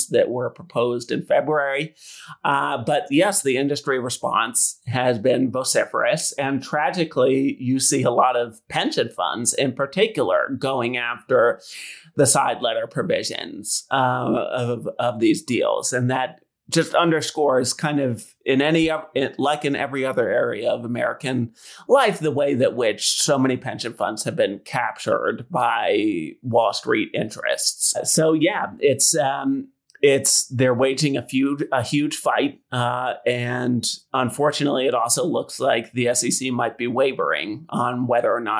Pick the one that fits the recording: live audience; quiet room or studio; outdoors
quiet room or studio